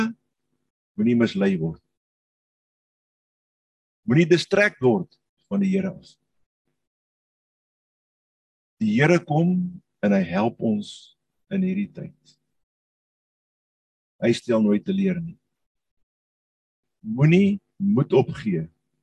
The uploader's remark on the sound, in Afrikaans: Manne van die Woord Zoom Byeenkoms 3 Mei 2022